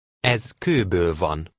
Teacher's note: The first word is pronounced S because it is followed by a K sound.